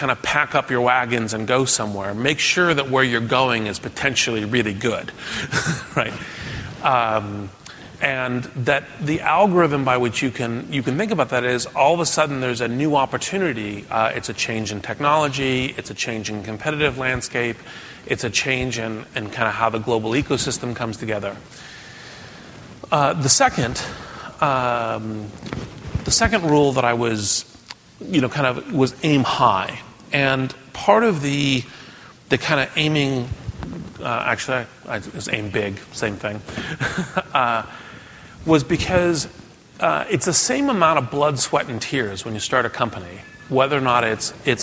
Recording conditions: live audience